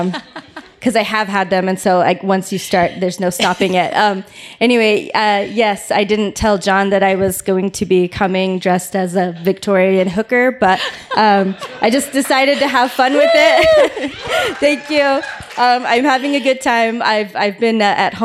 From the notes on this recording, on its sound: The podcast is the recorded pre-show and Q&A.